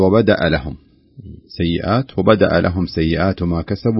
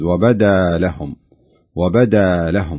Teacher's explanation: والقراءة الصحيحة أن تقرأ بالألف مدا طبيعيا دون همز · Shown in: second take